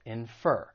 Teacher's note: the stress is on the second syllable, infer.